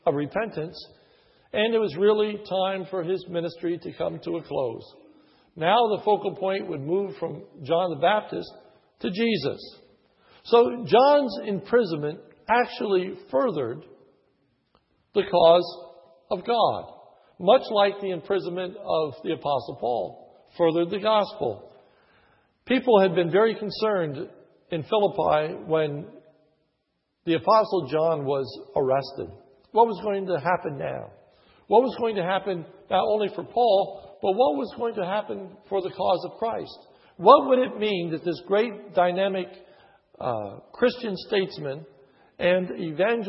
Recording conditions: large echoing room